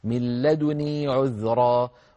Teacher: قلنا بأن لدني هذه رواها شعبة، إما رواها بتخفيف النون يعني ما النون غير مشددة، أما الدال فإما أن تكون بالاختلاس يعني بخفض الصوت مع سرعة من لدني عذرا، وإما أن تكون بالإشمام وهو تسكين الدال ثم ضم الشفتين من غير صوت ثم الاتيان بنون مكسورة، هكذا من لدني عذرا، من لدني لد، من لدني عذرا.